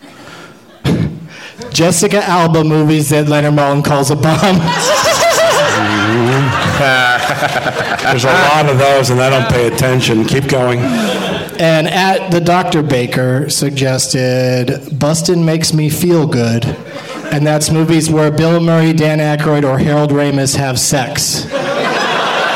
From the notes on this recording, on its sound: Live from the Downtown Independent Theater in L.